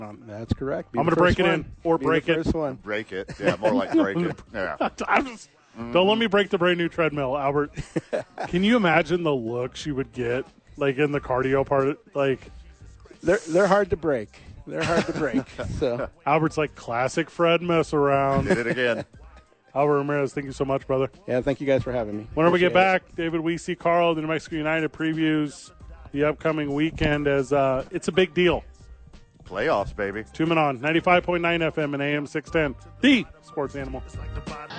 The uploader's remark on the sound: Live from the YMCA.